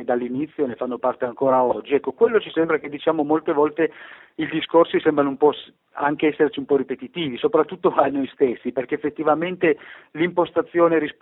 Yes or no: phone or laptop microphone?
no